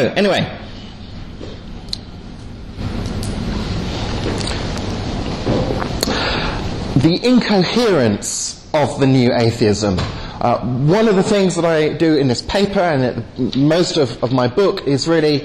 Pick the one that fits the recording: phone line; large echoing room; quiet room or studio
large echoing room